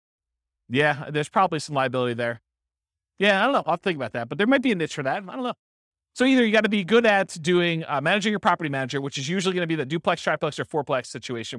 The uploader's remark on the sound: This was a live class recorded.